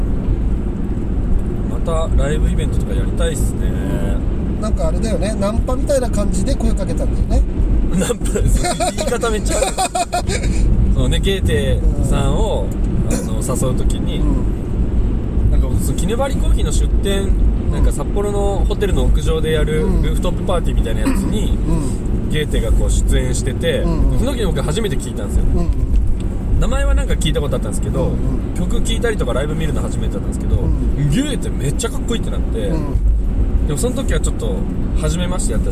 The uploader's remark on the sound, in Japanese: ３周年記念北見オフラインに向かうドライブ収録！